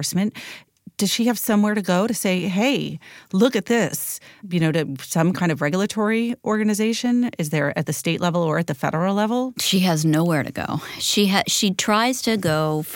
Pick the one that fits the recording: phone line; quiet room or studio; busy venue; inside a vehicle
quiet room or studio